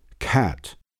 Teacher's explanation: Voiceless velar plosive, normal aspiration, cat. Less aspiration, cat.